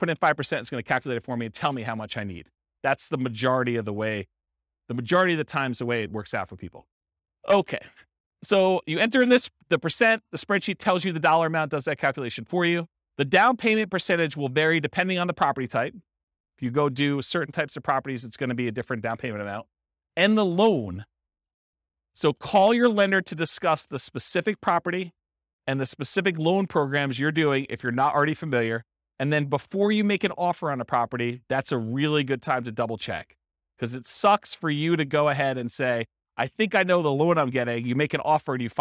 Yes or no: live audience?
yes